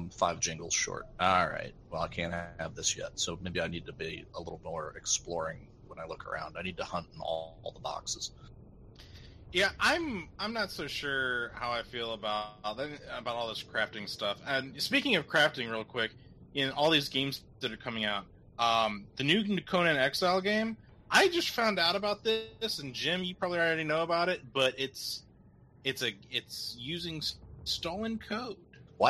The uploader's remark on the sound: Apologizing for technical issues we had. Discord was NOT happy and my PC HATES Space Engineers so it was basically a recipe for fuckery. EVEN THOUGH I used the record button on my mixer, something about Space Engineers caused it to crash.